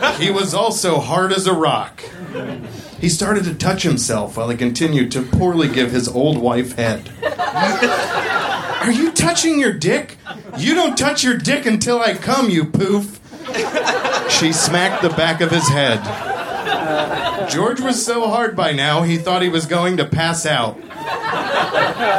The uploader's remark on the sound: Recorded at Union Hall in Brooklyn, March 7, 2014.